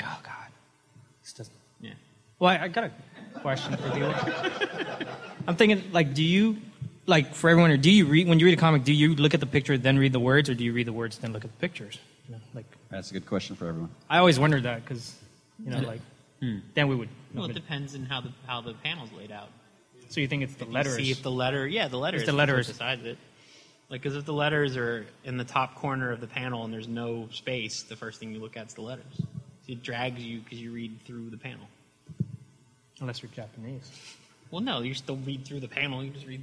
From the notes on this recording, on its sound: Recorded live before a studio audience, here's the audio version of the "Friends of Comic Vine" panel from last weekend's Long Beach Comic Expo